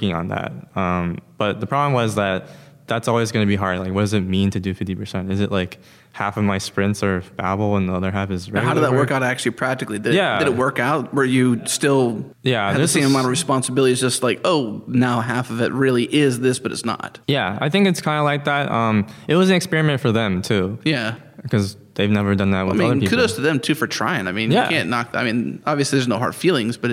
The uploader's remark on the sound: On location at ZEIT Day.